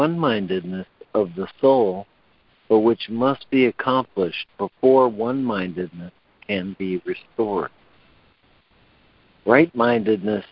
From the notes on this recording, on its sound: ACIM Daily Conference Call